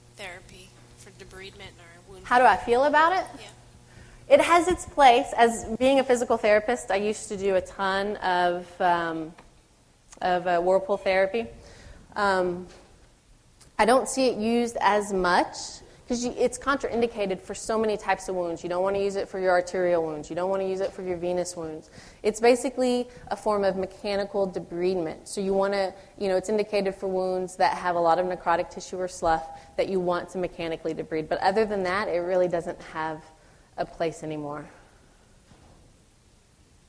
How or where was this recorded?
live audience